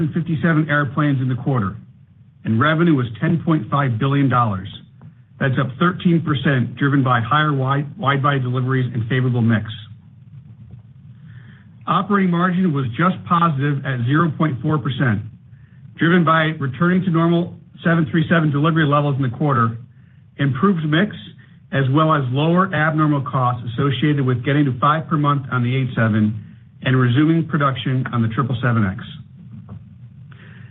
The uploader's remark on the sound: Q4 2023 Earnings Conference Call